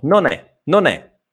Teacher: Ovviamente è separato, ma la pronuncia è come se fosse attaccato